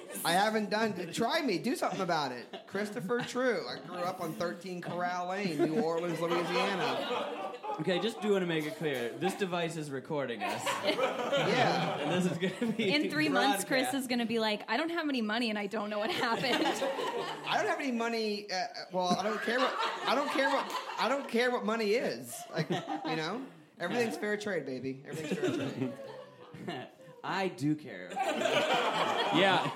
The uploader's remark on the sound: Recorded Live in New Orleans. A live episode recorded in front of a live audience at The New Movement Theater in New Orleans.